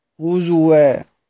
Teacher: عندنا بيقرأها بالإبدال سيدنا حفص، بيقرأ بضم الزاي وإبدال الهمزة واو وصلا ووقفا